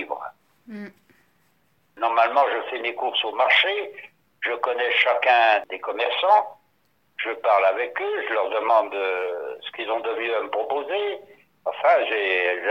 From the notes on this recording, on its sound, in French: Au téléphone